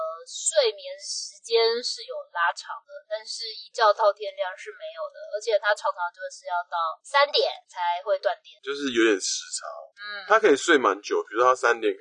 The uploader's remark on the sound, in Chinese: 本集為車上錄音，音質有點糞